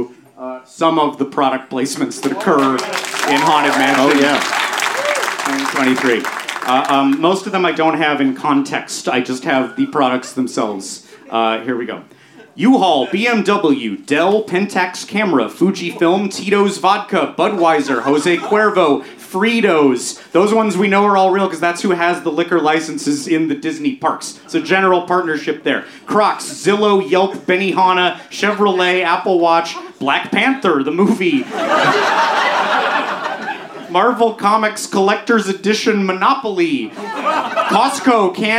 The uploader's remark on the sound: This time we're dressed like The Munsters and there's a live audience! Recorded live at Dynasty Typewriter.